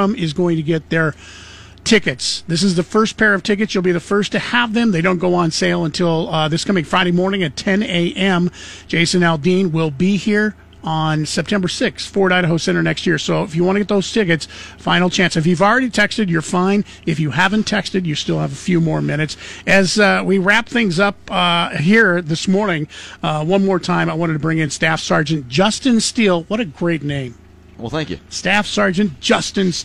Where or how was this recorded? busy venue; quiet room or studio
busy venue